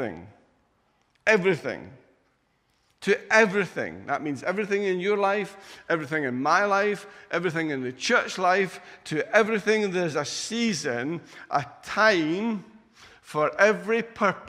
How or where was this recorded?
large echoing room